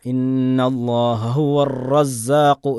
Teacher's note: ഇർജിഉ ഇർജിഉ എന്നുള്ള തക്രീർ, അതിന് പകരം ഇർജിഉ അർറസ്സാഖ്, അത് വർദ്ധിക്കാൻ പാടില്ല. തക്രാർ എന്നുള്ള സിഫത്ത് വർദ്ധിക്കാൻ പാടില്ല, പ്രത്യേകിച്ചും ഷദ്ദ് വന്നു കഴിഞ്ഞാൽ.